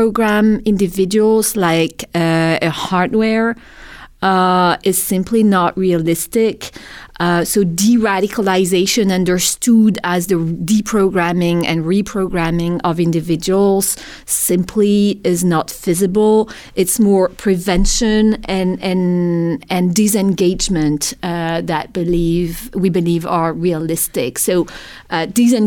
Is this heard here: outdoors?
no